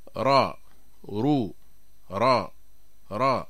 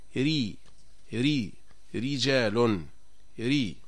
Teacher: فالراء المفخمة أيها الإخوة يصاحبها تقعر لوسط اللسان، ويتراجع لسان المزمار في أقصى الحلق فيقع تضييق في الحلق، فنقول يعني را رو را را، الراء مفخمة. أما إذا كانت الراء مرققة فلا يتقعر اللسان ولا يتراجع لسان المزمار · Shown in: second take · فنقول مثلا ري ري رجال ري.